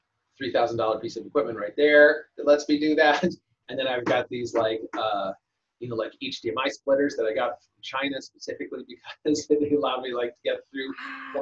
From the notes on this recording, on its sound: We taped this during the pandemic, and it is still, to this day, our most requested zoom recording!